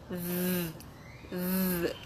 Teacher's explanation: Hacemos la misma acción con la lengua, con los labios aquí, th, pero creamos aquí una vibración en la garganta. · Term: con vibración